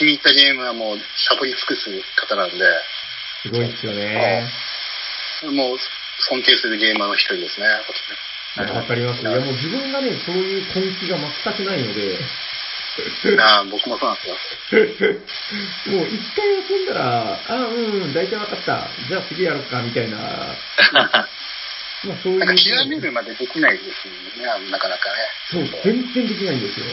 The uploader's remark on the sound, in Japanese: 収録の環境上、全体的に音質的に聞きづらくなっております。